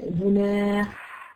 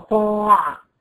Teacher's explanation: الحاء فيها نفس، لان العين ما فيهاش نفس. جناح، حطيت ايدي كده قدام بوتها، تلاقي فيها في نفس كتير طالع.